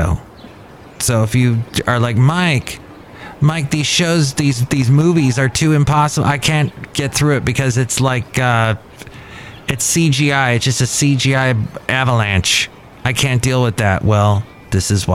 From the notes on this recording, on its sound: podcasts live from Café Anyway